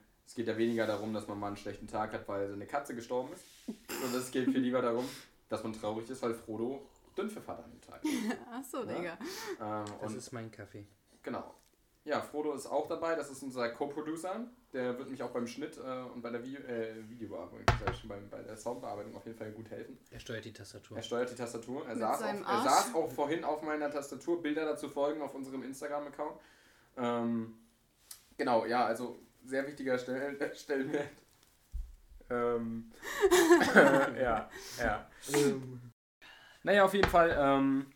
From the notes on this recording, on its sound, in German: Außerdem spiegelt die Aufnahmequalität nicht die wider, die sie in Zukunft sein wird.